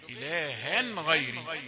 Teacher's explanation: تنوين الحكم بتاعه الإظهار، لأن بعده غين